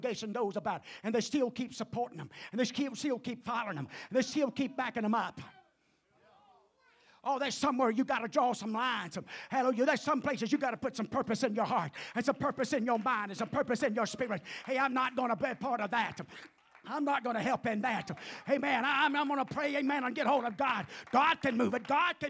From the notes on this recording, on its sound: at the First Jesus Name Church of Benndale on the Wednesday night